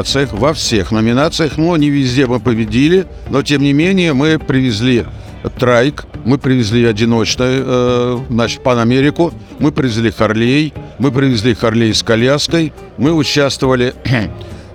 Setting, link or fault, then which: setting, outdoors